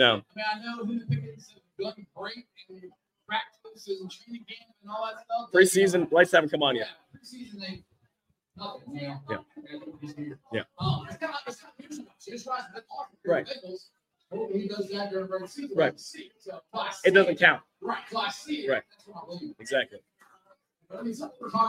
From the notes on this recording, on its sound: LIVE at The Stretch! At The Stretch just steps away from Great American Ballpark. Yes, we know there are some audio issues. Hey, we tried our best.